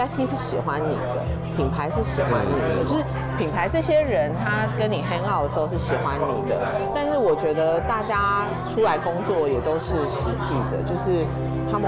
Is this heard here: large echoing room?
no